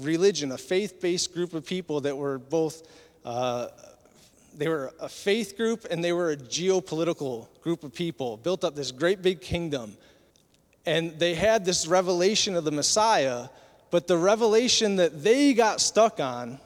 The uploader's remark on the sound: Recorded at Southtowns Christian Center April 2, 2023.